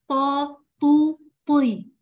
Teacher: في الطاء صوت هيختلف، لاني هناخد بقى صفه الاطباق، واقصى لسان هيكون مرفوع